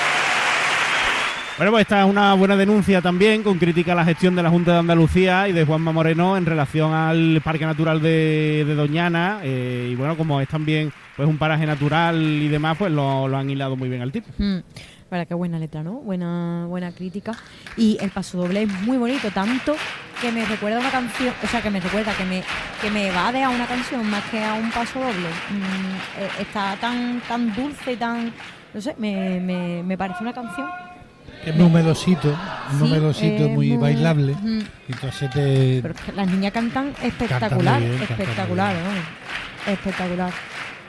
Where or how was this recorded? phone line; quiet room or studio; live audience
live audience